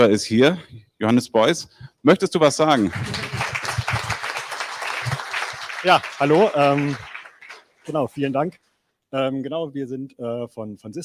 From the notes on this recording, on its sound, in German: Wir eröffnen das erste BarCamp Bonn in Präsenz seit Pandemiebeginn auch live im Internet.